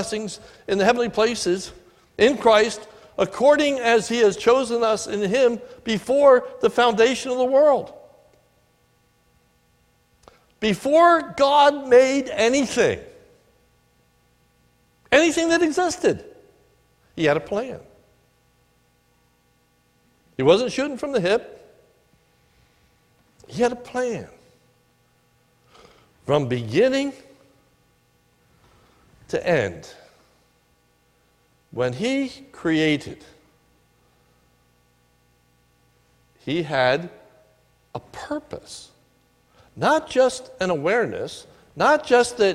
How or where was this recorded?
large echoing room